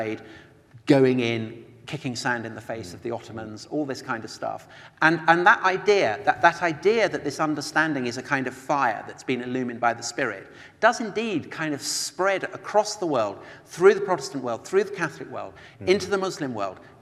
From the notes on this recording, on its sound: The second part of a conversation recorded live. At the IllumiNations Europe conference in Scotland.